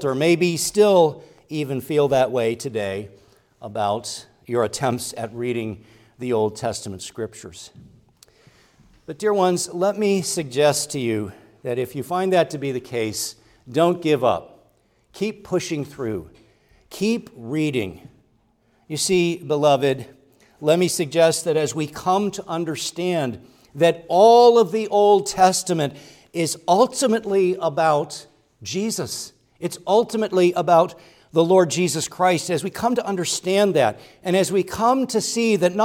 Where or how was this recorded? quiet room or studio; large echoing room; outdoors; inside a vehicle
large echoing room